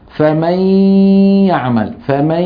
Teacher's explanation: ياء وغنة في آن واحد · Term: مدغم